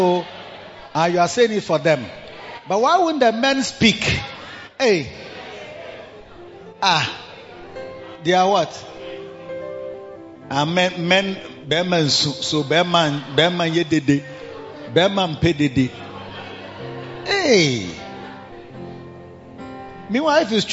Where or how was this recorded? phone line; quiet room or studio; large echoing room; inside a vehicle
large echoing room